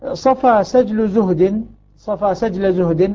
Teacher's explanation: الصاد والسين والزاي من طرف اللسان مع ما بين الثنايا العليا والسفلى